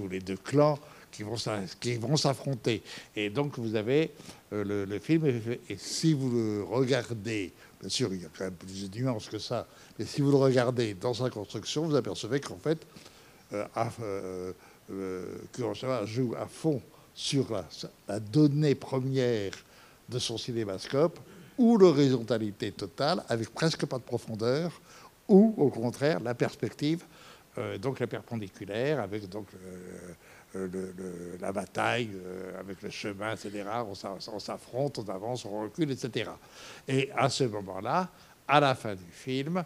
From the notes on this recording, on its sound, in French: Enregistrement intégral de l'intervention. Suite à la projection du film en février 2017 au Centre des arts d'Enghien-les-Bains.